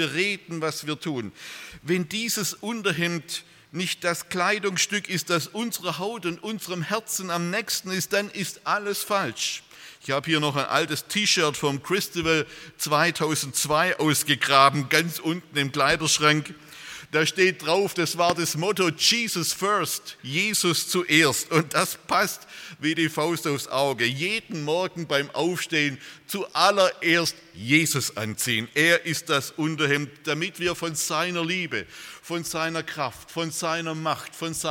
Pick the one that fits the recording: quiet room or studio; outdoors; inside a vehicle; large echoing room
large echoing room